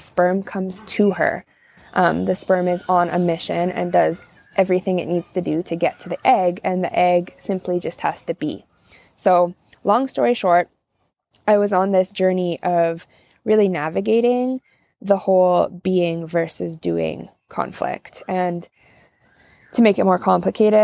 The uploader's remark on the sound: join me outside on my back deck on an unseasonably warm, sunny, October afternoon